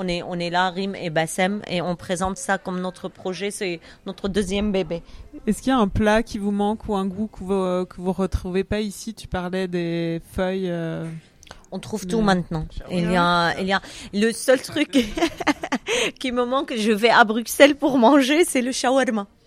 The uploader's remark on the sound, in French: Cet épisode a été enregistrée début juillet dernier, chez Grand Scène donc, en live, à l’occasion du Refugee Food Festival. Le génial nouveau food court lillois.